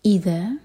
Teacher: دو syllable والا ورڈ، ای پر زور